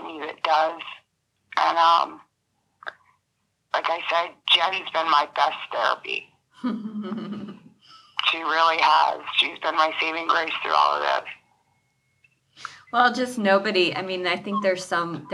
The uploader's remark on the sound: joins us over the telephone